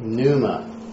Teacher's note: in Greek there are no silent consonants, so the P is pronounced